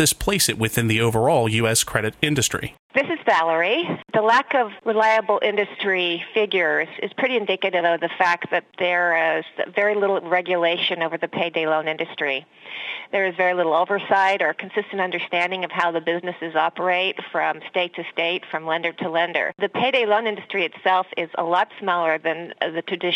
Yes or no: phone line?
yes